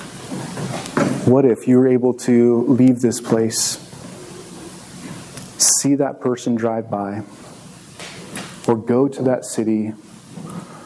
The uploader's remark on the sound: This message was recorded on March 19, 2023, at View Ridge Middle School in Ridgefield, Wa.